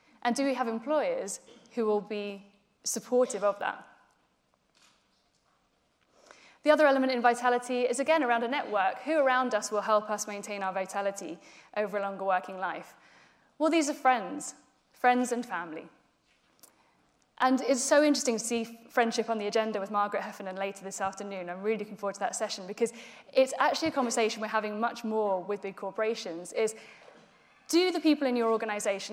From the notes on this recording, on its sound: In this speech from Changeboard's Future Talent Conference in 2018.